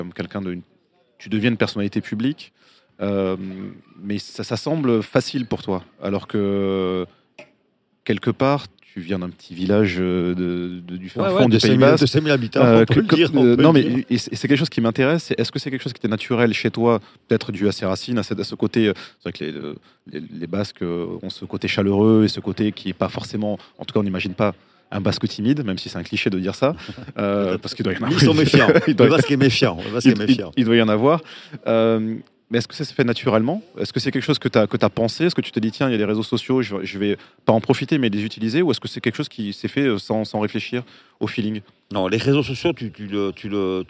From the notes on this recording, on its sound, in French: enregistré à la terrasse du Petit Suisse, sous le soleil de St Jean de Luz